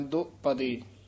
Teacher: ਦੱਦੇ ਤੇ ਪੱਪੇ ਦੇ ਵਿੱਚ ਡੈਸ਼ ਜੀ ਦੇ ਕੇ ਲਮਕਾ ਕੇ ਉਚਾਰਨ ਕਰਨਾ